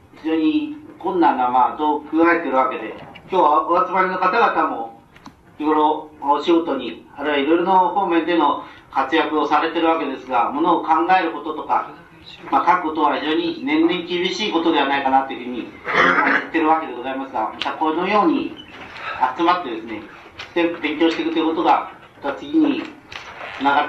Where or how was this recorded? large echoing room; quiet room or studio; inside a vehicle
large echoing room